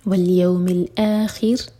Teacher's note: रौ साकिन लाइट होगा क्योंकि इससे पहले है कसरा